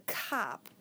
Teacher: Cop starts with a K, a voiceless velar stop.